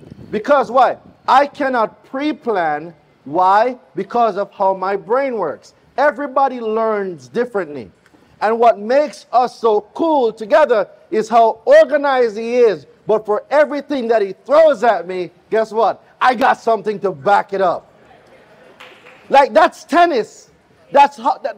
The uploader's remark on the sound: LIVE from the Credit Summit in Atlanta, Georgia